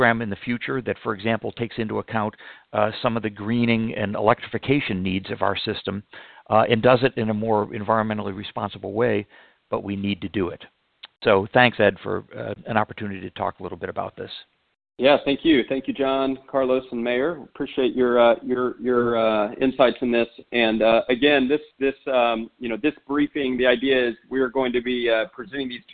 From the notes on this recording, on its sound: for a conference call to kick off the Solutions 2020 Infrastructure Working Group